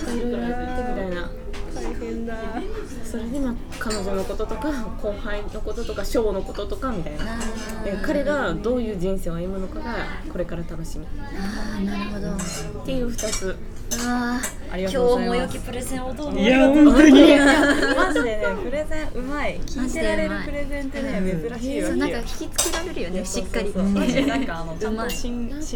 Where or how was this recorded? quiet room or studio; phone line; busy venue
busy venue